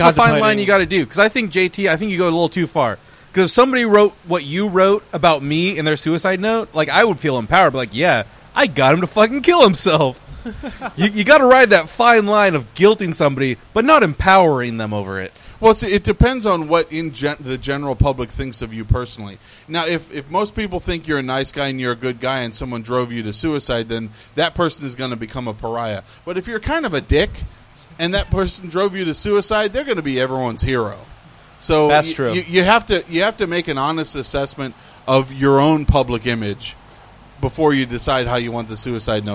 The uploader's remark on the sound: We recorded just after the Monday night Open Mic at Grogg's, and all the comics who stuck around are on it.